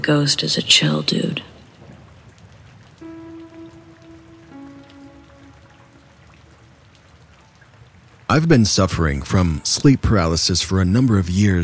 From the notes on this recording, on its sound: Told in the Rain.